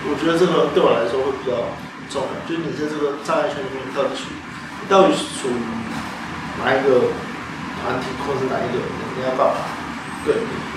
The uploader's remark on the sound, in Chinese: 錄音設備真的很陽春